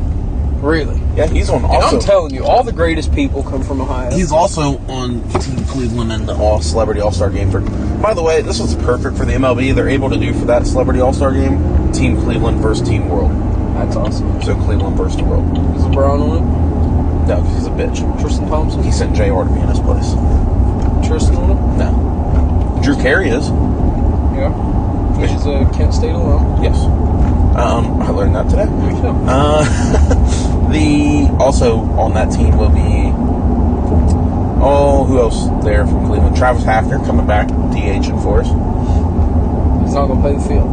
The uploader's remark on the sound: This week we take you on the road as we record while traveling to Moes.